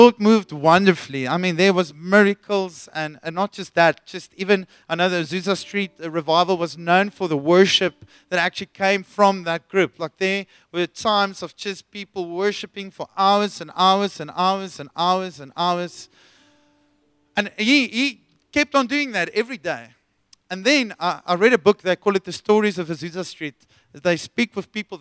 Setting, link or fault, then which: setting, large echoing room